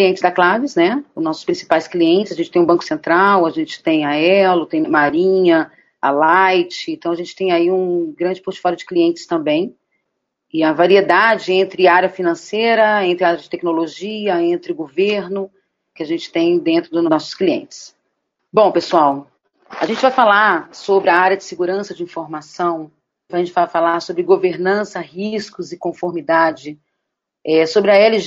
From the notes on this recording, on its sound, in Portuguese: Apresentamos o áudio do Webinar “Segurança da Informação e Desenvolvimento Seguro na era da Privacidade de Dados” realizado pela Clavis Segurança da Informação em conjunto com o EXIN.